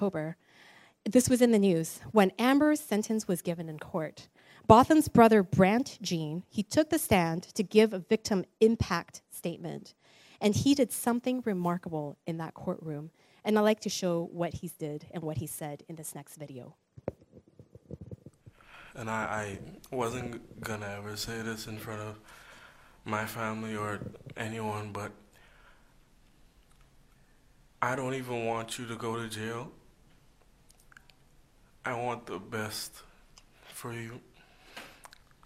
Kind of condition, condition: setting, large echoing room